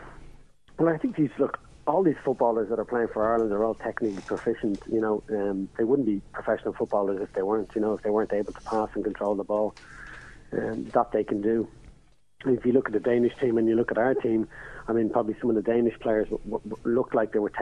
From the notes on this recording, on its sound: On the phone we had.